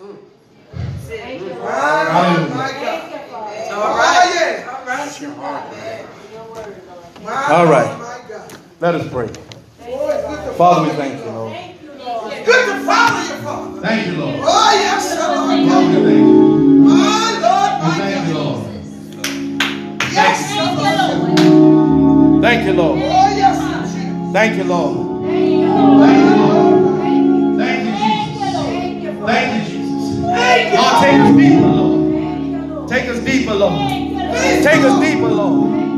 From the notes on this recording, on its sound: This message was recorded in the sanctuary of True Vine Missionary Baptist Church in Hauhnville Louisiana.